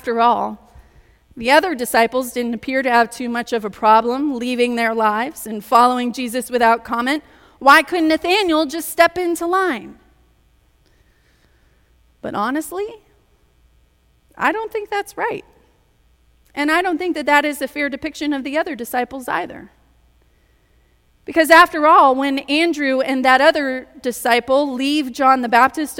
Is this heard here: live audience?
yes